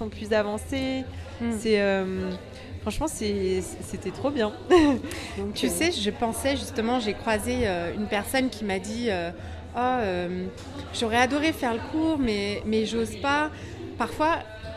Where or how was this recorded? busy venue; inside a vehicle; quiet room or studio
busy venue